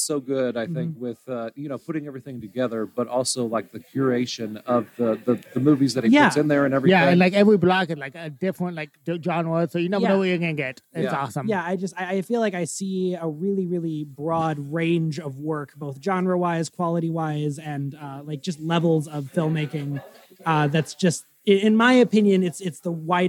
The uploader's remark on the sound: Live from Snaff 2023